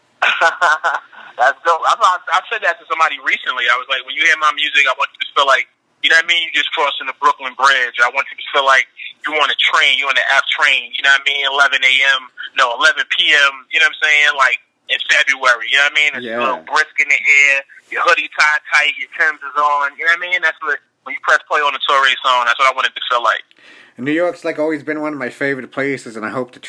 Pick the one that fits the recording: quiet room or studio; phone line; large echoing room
phone line